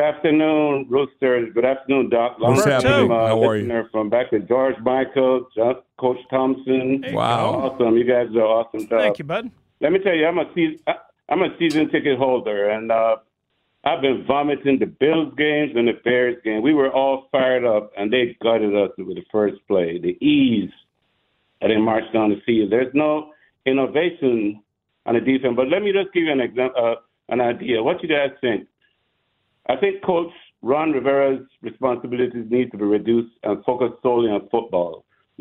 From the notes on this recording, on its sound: Call lines are hot. Full call lines. Staying on the phone lines.